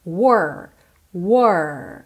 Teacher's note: esse R é com a língua enrolada